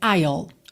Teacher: Na realidade, se você pesquisar nos dicionários que tem ali o íconezinho do alto-falante para você verificar a pronúncia, você vai ver que, oficialmente, você diria I'll, tá? Ou seja, você diria o pronome I completinho e depois colocaria o L